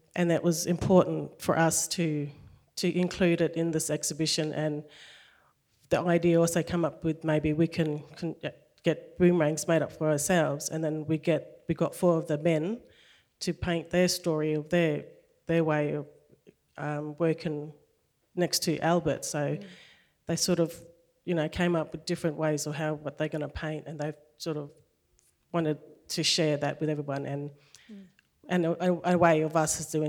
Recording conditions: live audience